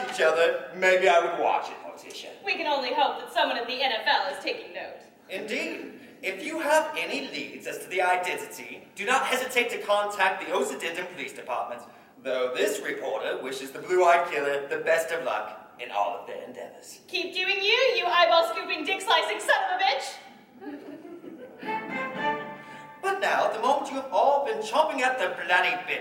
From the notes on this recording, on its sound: In our first ever live show. LIVE from BransonCon 2019. Our first experience in recording a live podcast episode came with some learning challenges and curveballs: sound equipment left much to be desired. Branson, Missouri.